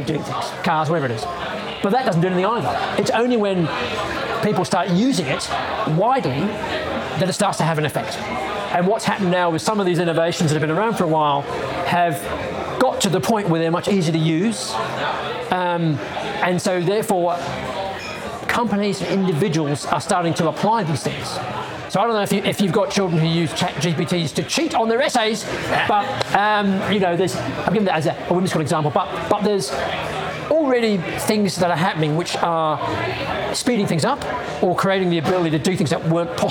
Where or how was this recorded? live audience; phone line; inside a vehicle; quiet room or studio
live audience